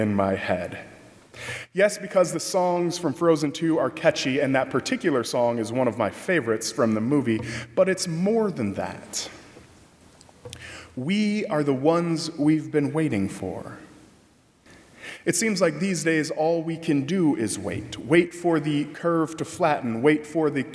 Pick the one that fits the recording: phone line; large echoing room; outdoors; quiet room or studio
large echoing room